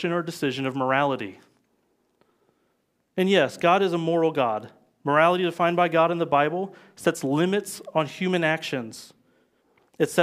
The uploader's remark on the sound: live from Covenant Church!